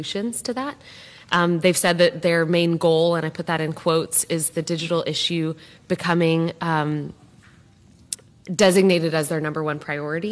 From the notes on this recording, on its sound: live from CrossBorder Solutions' quarterly summit in beautiful Sarasota, Florida